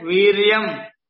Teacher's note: the Yakara has got a Hrasva only, but is followed by Anunasika, or the Anuswara · Term: Sanuswarancha Gurum